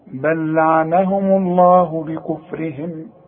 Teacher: هنقول بل لعنهم الله بكفرهم، لعنهم الميم مضمومة، ما دام الميم مضمومة لفظ الجلالة يفخم، لعنهم الله بكفرهم.